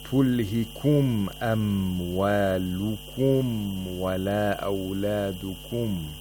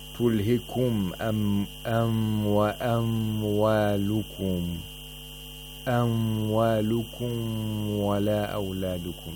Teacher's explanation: Their place of articulation is the same, so you have to be careful that there's no إدغام، there's no إخفاء. The ميم is pronounced completely and then the واو is pronounced. · Shown in: first take · Term: إظهار